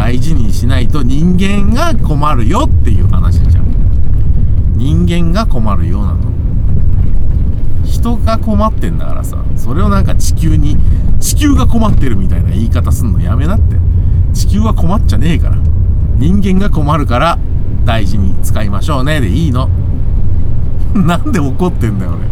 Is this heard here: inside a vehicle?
yes